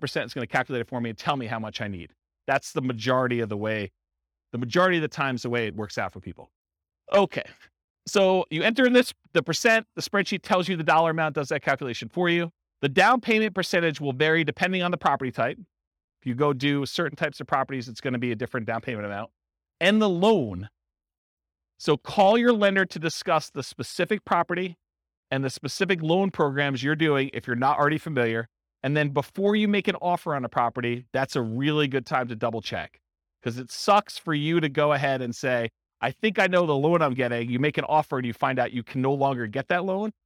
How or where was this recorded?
live audience